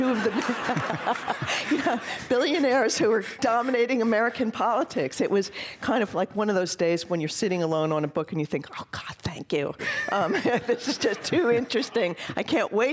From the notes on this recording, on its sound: This program was recorded in front of a live audience at the Louis B. Mayer Theatre at Santa Clara University on April 4, 2017.